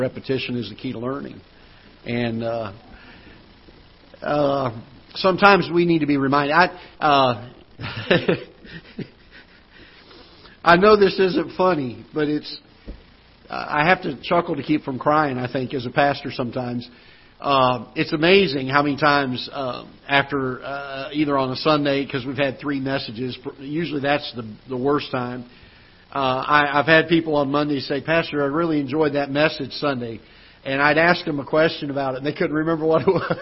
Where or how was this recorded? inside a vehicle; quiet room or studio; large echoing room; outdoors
large echoing room